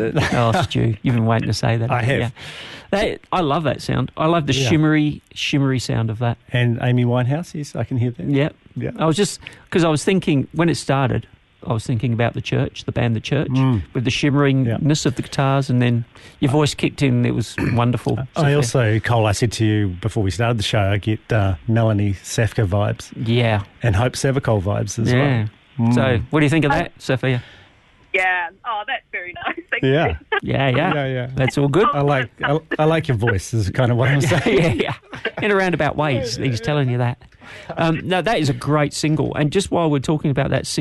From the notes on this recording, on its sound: LIVE on the line to chat